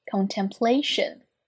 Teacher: L 的舌侧音，lation 后面是一个 A 的双元音